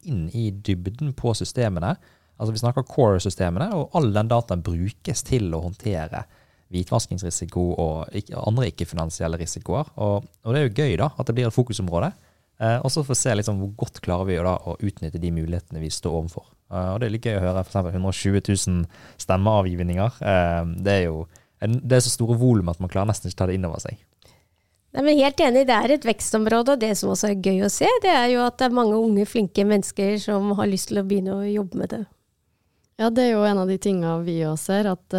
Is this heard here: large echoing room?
no